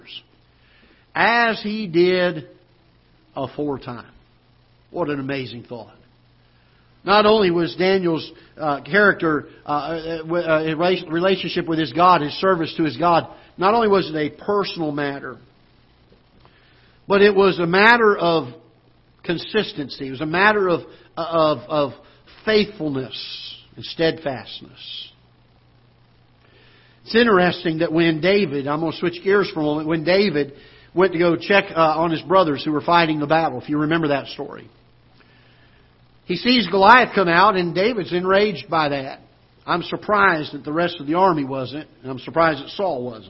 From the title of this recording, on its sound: Ketha Heights Baptist Church ~ Live Broadcast